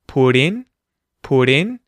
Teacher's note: we're using the T flap, where the T at the end of put links to the word in